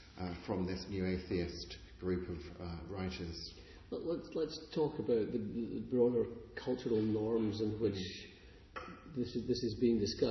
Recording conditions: large echoing room